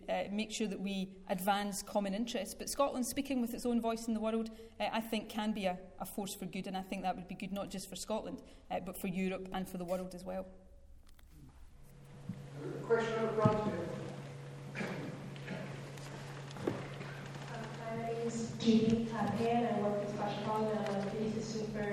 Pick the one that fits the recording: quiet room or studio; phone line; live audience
live audience